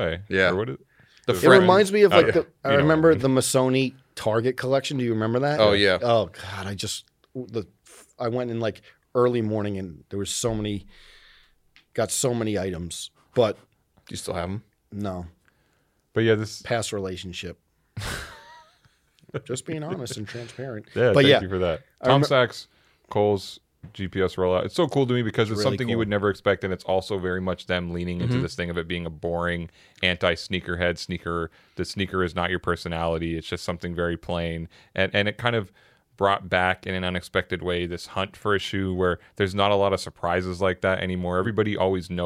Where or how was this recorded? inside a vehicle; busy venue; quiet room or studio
quiet room or studio